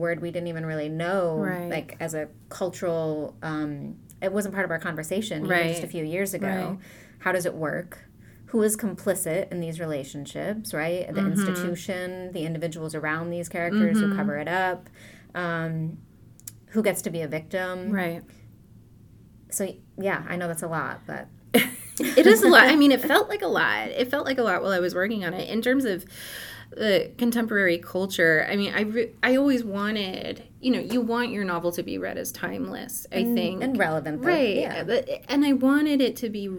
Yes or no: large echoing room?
no